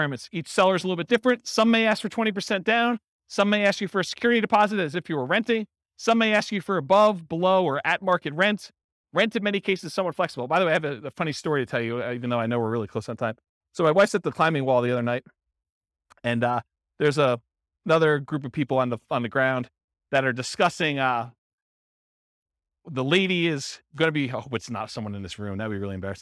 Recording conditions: live audience